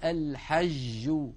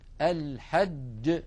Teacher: كيف يخرج من وسط اللسان مع انقفال المخرج انقفالا تاما · Shown in: second take · نلاحظ على اللوحة المنطقة الزرقاء اللون، والتي تمثل منطقة التي يقرع فيها وسط اللسان الحنك الأعلى، وسط اللسان مع وسط الحنك الأعلى. · Term: جيم شديدة